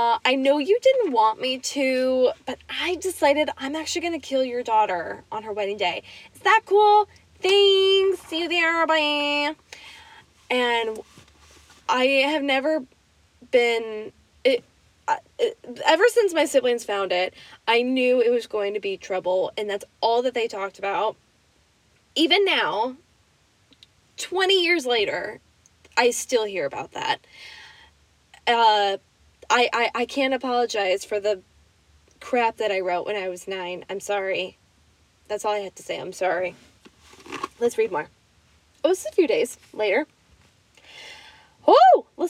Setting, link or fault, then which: setting, inside a vehicle